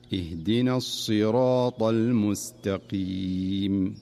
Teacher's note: فالصاد في الصراط حرف مستعل مفخم، فلا ينبغي أن تضعف صفته حتى تميل إلى السين · Term: تفخيم حرف الصاد